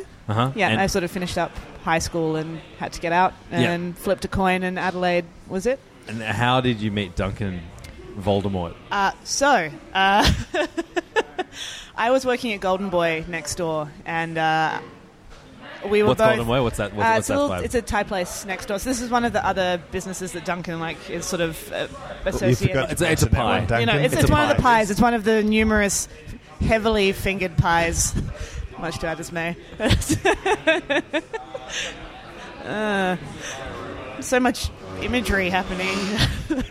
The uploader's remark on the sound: While in Adelaide. At the blazing hot African restaurant Africola and recorded an episode.